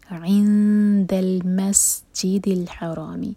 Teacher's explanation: نون کے مخرج کو ٹچ نہیں کریں گے، نون کو چھپائیں گے اور 2 سیکنڈز کا ٹائم دیں گے · Term: اخفاء